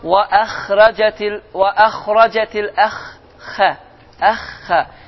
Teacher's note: xa hərfi hətta sükunlu olsa belə yenə də qalınlığını itirmir